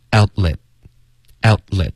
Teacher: Outlet, out 的特省略， let 的特也省略。